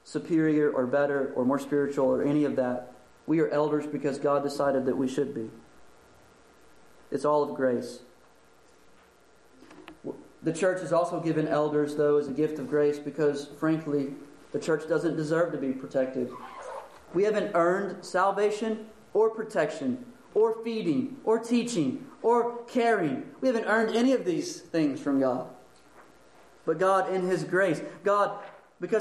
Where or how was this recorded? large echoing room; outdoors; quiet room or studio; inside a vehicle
large echoing room